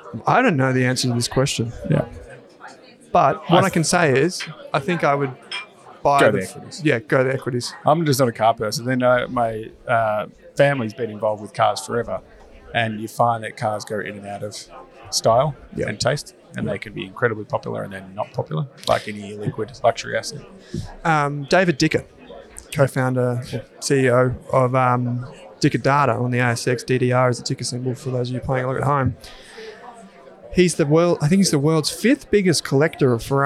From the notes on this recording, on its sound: LIVE from the Australian Shareholders Assocation (ASA)